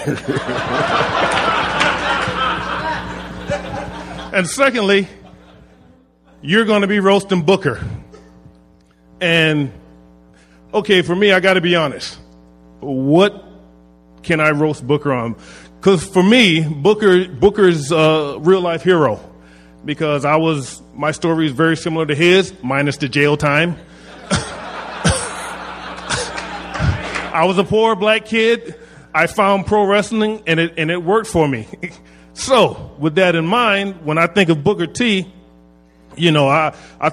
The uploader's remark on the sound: Recorded at the Houston Improv.